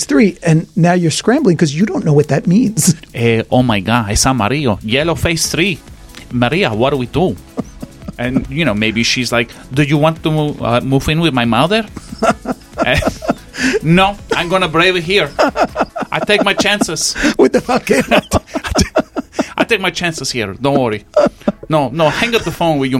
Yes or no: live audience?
no